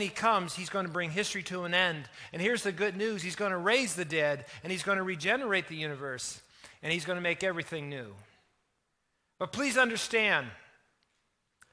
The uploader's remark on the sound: Easter Weekend at The Journey Church in Moncton.